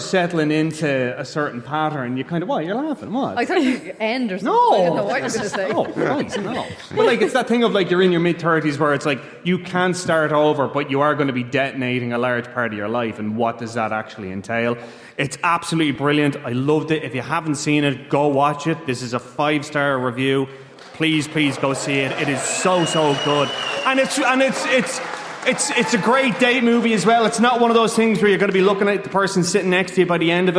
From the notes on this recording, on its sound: LIVE from Stella Cinema in Rathmines.